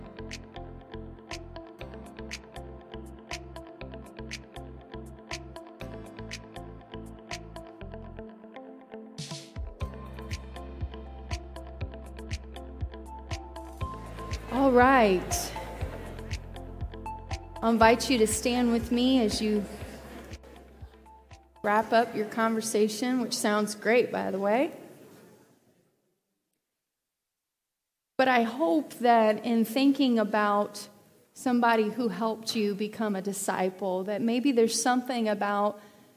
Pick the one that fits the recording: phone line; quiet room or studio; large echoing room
large echoing room